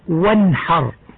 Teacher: وفي المثال الأول نجد أن نون كلمة وانحر ساكنة قد ظهرت من مخرجها بدون غنة من طرف اللسان وما يحاذيه من لثة الثنيتين العليين · Term: الإظهار